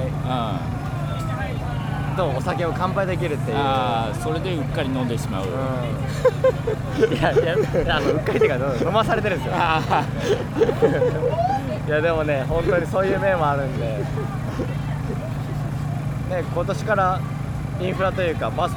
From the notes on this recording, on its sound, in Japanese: 芥屋の砂浜沿いで行われるライブフェス「サンセットライブ」の会場から。場所はサンセットライブ会場内のBlueRoofブース裏。